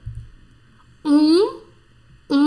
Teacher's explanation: um é bem anasalado